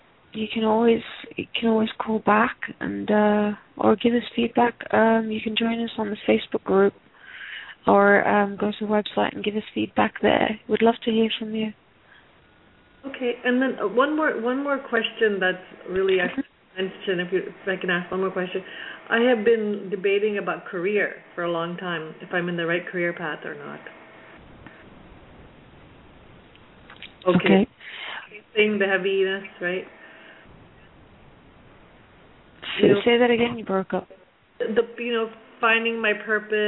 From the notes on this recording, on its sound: Takes your calls for healing live today!